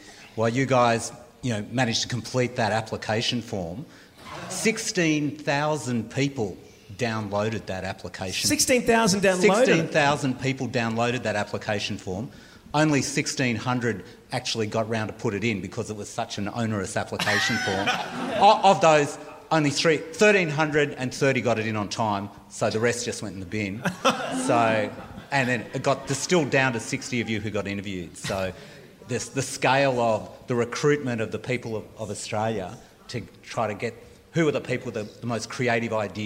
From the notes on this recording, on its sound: This is the audio from the Hungry Beast 10 year reunion show that we put on a couple of months ago.